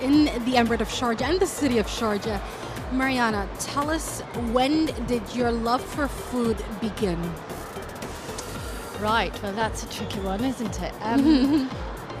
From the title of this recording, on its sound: Live at SIBF 2023